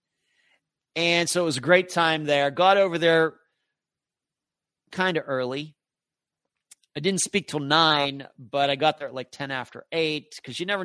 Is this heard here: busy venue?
no